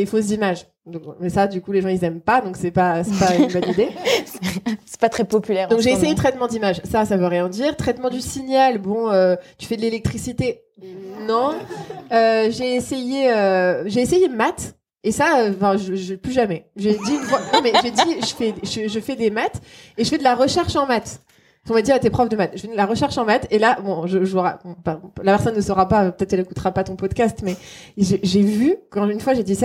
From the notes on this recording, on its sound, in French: C'est un épisode un peu spécial que celui d'aujourd'hui car il a été tourné en public en Mai dernier lors d'un évènement organisé par l'IHES à l'occasion de la journée internationale des femmes en Mathématiques.